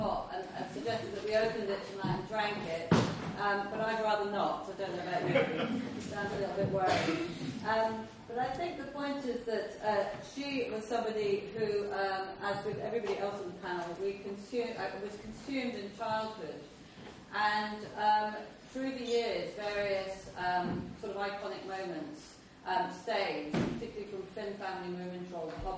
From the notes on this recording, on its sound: This event featured readings, discussion, music and questions from the audience